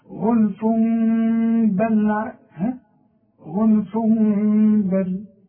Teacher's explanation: يبقى بقلب برضو، بقلب التنوين الى مين وبخفي الميم وبغنها